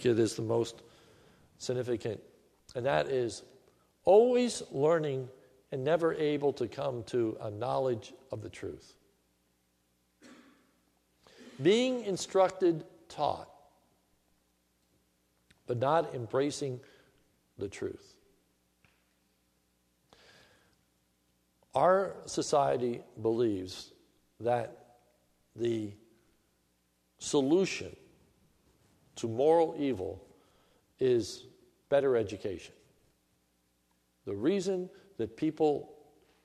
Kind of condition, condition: setting, large echoing room